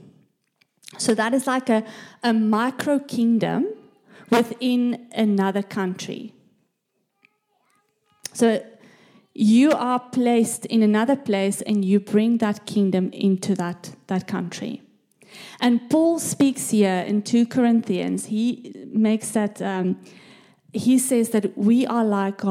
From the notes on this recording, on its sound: This message was recorded live at our Malmö Gathering on Sunday, October 8th, 2023.